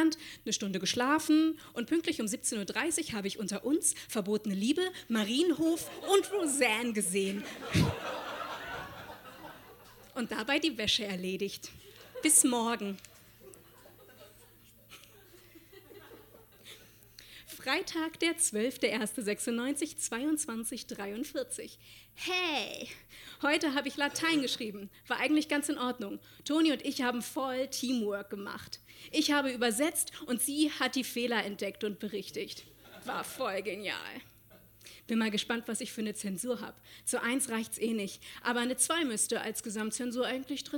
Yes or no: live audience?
yes